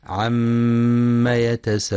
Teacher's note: ينتبه القارئ في كلمة عم لعدم إثبات ألف بعد الميم، فلا يقرأ عما، وينتبه لغنة الميم المشددة فهي أكمل ما تكون وقفا ووصلا